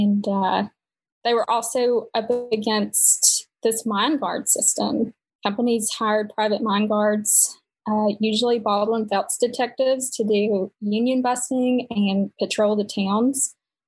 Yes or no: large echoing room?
no